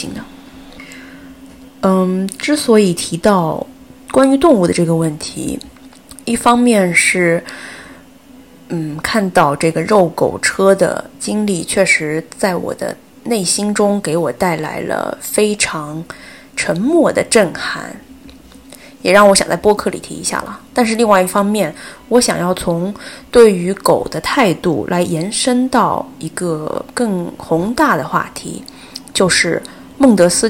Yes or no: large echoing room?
no